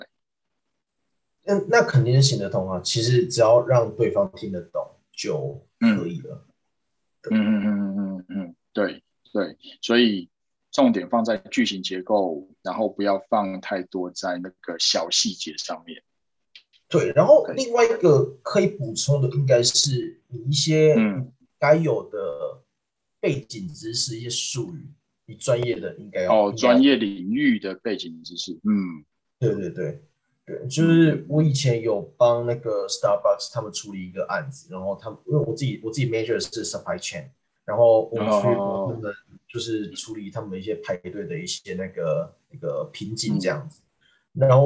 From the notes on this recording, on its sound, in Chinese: 這集內容是用線上會議平台錄製，完全沒有剪接。